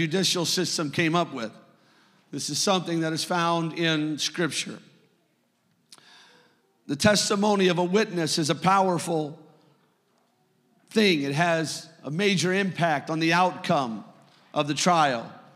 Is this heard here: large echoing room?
yes